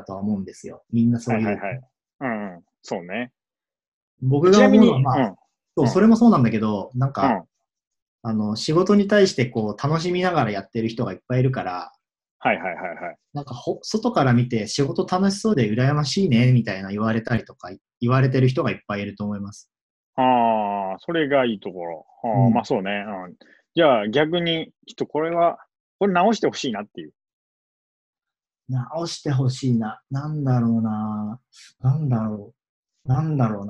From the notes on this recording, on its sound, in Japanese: オンライン会社説明会・仕事紹介コンテンツです。オンラインで録音しているので、音がちょっと途切れることがあるかもしれませんが、ご容赦ください。